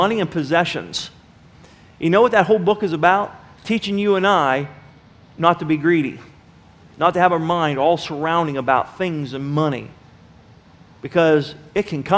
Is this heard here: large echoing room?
yes